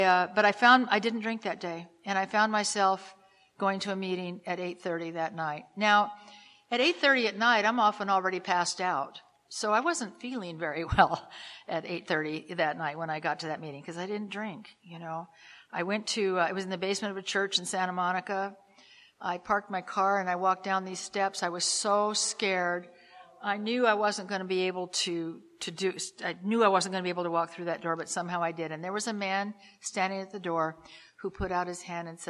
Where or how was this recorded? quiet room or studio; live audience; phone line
live audience